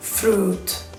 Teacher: borráis la I. Y alargáis la U.